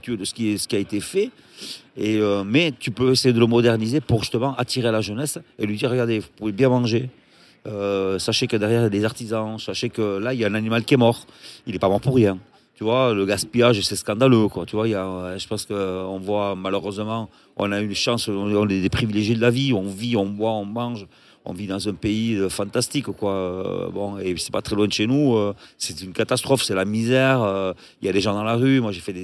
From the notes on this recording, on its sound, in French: enregistré à la terrasse du Petit Suisse, sous le soleil de St Jean de Luz